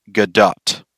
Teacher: Her last name doesn't rhyme with the word doe. The T on her last name isn't silent.